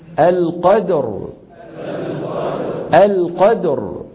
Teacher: تصبح الراء ساكنة وقبلها مفتوح، فنفخم، القدر، القدر، في ليلة القدر، في ليلة القدر.